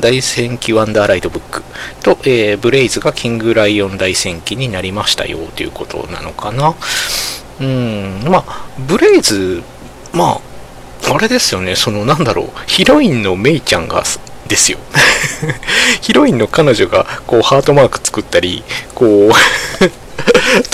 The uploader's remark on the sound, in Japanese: From Radiotalk。今回マイクの設定をミスってちょっと音割れがひどいです。